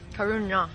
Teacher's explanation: Now this is a retroflex N. So when you say it, you have to curl your tongue so that the bottom of your tongue is touching the roof of your mouth.